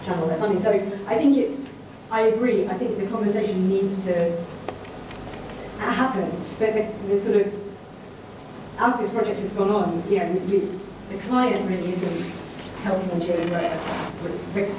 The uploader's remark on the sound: The lecture delivered at the Royal Institute of British Architects